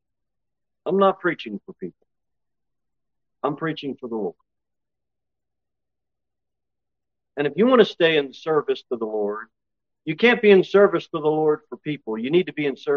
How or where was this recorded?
large echoing room